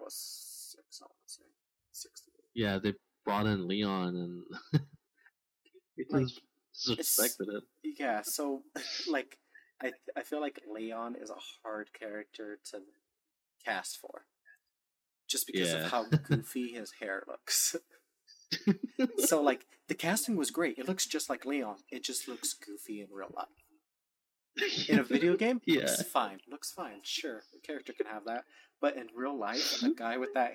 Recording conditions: poor sound quality